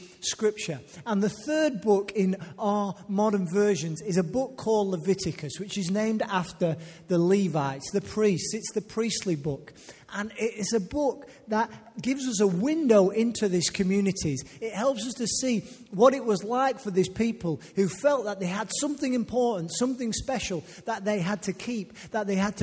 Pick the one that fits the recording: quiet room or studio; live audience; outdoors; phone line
live audience